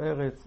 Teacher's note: סגול או פתח שהם תנועה קטנה יהפכו להיות קמץ בסוף פסוק, כי קמץ הוא תנועה גדולה, זה נקרא תנועת הפסק, כאילו תנועה שאתה עומד בה אז אתה מרחיב בה את התנועה, כמו שראינו בדומה שליבך יהפוך לליבך, שהשווה יהפוך לסגול, אבל הסגול יהפוך לקמץ, או הפתח יהפוך לקמץ, באתנח ובסוף פסוק.